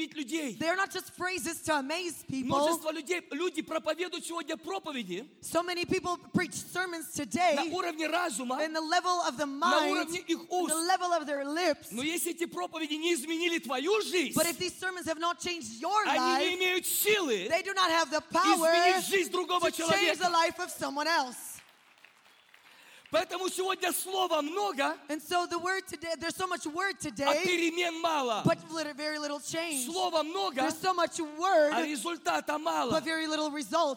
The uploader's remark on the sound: This program was recorded during Kingdom Domain 2018: Kingdom of God Coming in Power.